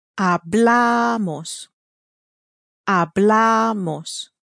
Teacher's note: The onus rule tells us that words ending in N or S receive the same stress as words ending in a vowel, and so they're stressed on the penultimate, on the next to last syllable